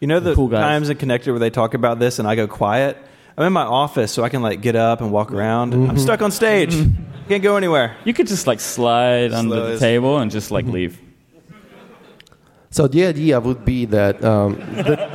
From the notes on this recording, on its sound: Live from WWDC 2018. In this very special live episode.